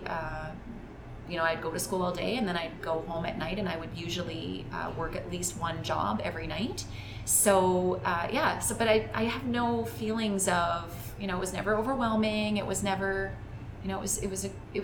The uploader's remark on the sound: Episode 34 was recorded right inside the Sherwood Park Glow Juicery while we both drank Glow Juice.